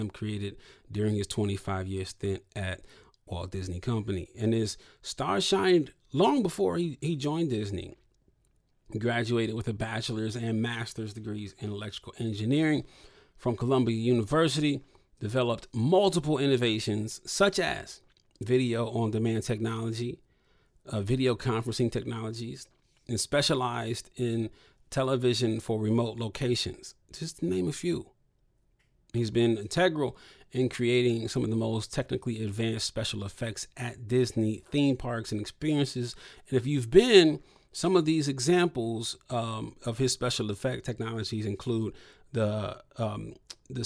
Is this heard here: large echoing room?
no